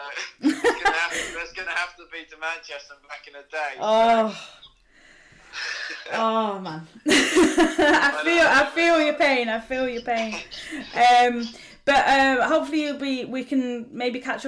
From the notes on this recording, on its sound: Apologises for the audio quality, we've had issues with equipment this week (*Blames Storm Ciara).